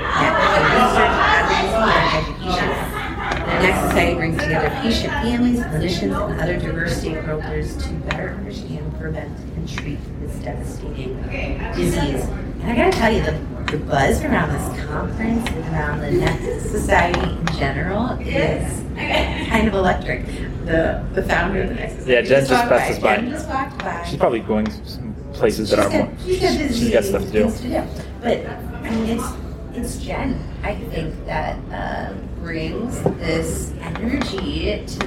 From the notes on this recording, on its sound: Live from the Nec Symposium - Interviews, updates, and insights from the conference. Amidst the infectious energy of a live conference. We've pitched our recording setup just outside the Exhibitor Hall, soaking in the conference's electric atmosphere and connecting with passionate attendees.